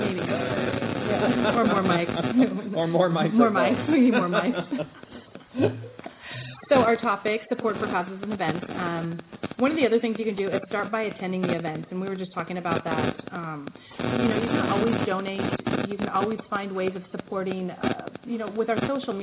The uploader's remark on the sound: Chat live from Pratt Fine Art's institute on Supporting causes and Events.